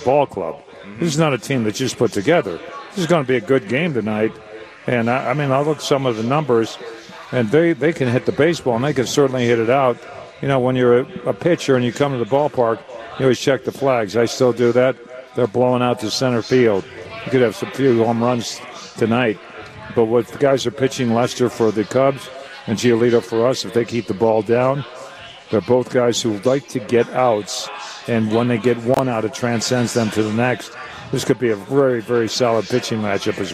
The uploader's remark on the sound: LIVE From Cork & Kerry